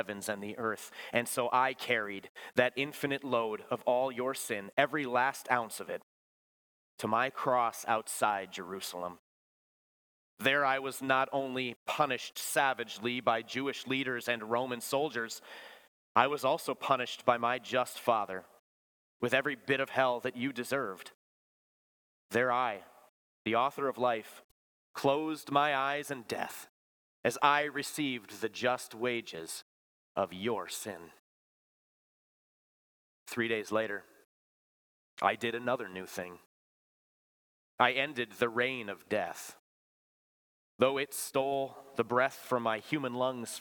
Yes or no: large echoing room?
yes